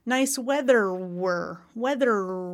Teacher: The inside of my tongue is curled up and I'm doing that R, that American R